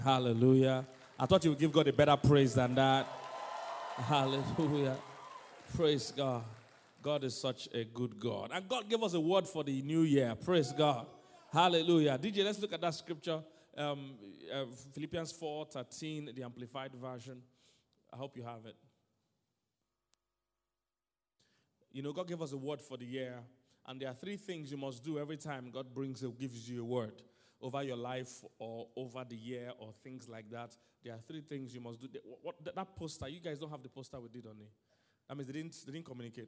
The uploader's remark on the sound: Sermon: GAINING MOMENTUM 2019 CONFERENCE Island- Day 1